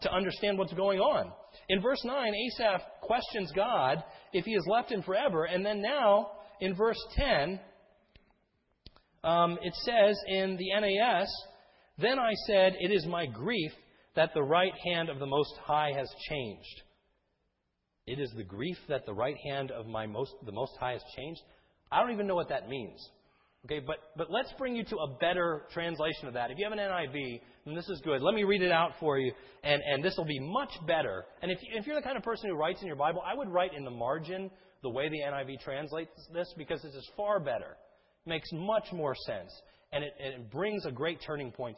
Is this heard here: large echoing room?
yes